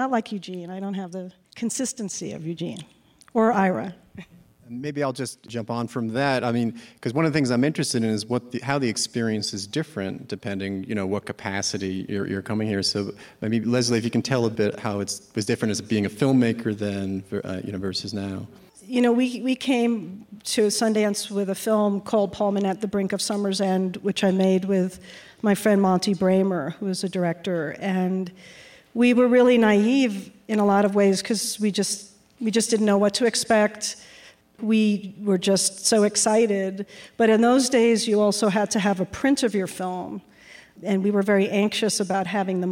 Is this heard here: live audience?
yes